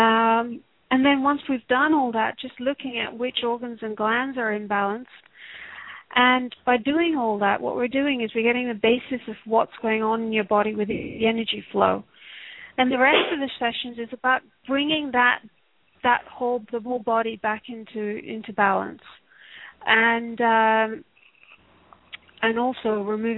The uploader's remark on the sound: Takes your calls for healing live today!